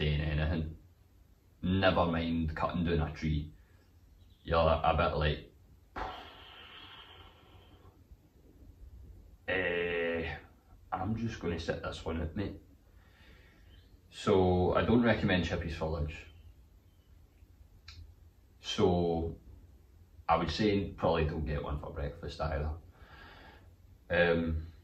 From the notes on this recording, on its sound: The irony of wearing the headphones for the first time then completely fucking the audio file is my favourite part of this one.